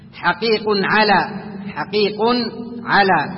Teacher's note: هنا تنوين جاء بعده حرف العين فنحكم عليه بأنه إظهار حلقي